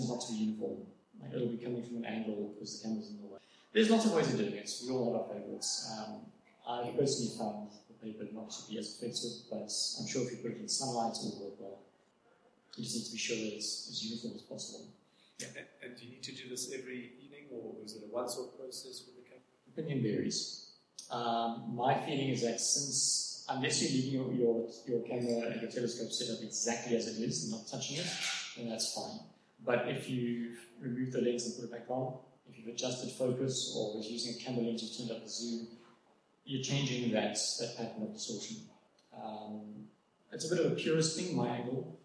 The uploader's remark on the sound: It's a recording of one of my public lectures on astrophotography. The have regular meetings, at which experts on diverse topics give a short talk to the members. The technical quality isn't great - the hall echoed and I suspect their recording was made through a different microphone to the one on the podium, but it's clear enough to hear what I'm saying. I've done my best to process it and clean it up a bit to improve the quality a bit.